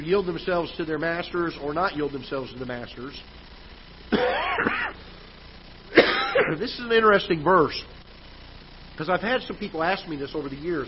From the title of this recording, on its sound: Ketha Heights Baptist Church ~ Live Broadcast